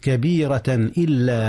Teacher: التنوين في كبيرة أظهر قبل الهمزة